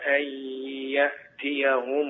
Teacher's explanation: لابد من أن يكون الياء من الفم معه غنة من الخيشوم · Term: الإدغام بغنة